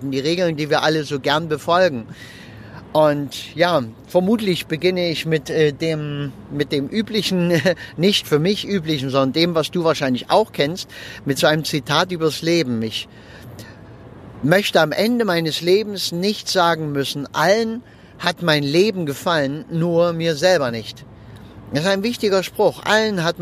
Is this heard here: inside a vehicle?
yes